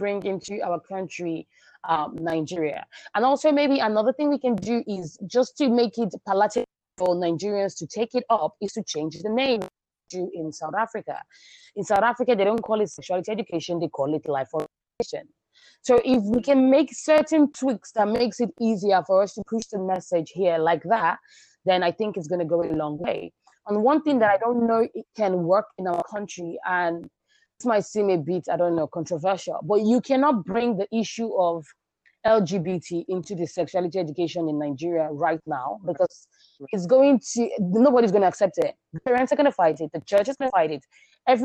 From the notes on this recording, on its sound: apologise in advance for the sound due to connection issues